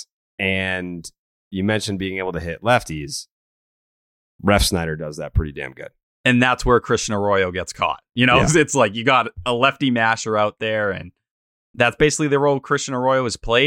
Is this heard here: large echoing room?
no